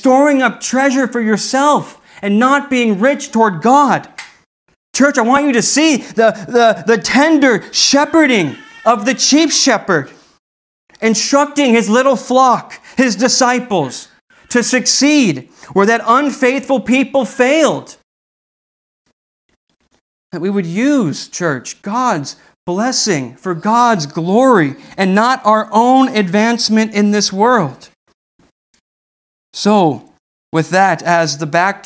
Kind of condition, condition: setting, large echoing room